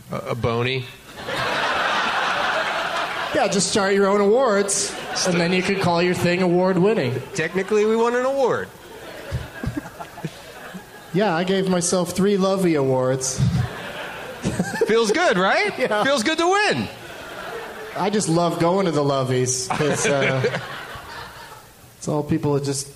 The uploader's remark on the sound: Live from the Varsity Theater in Minneapolis, MN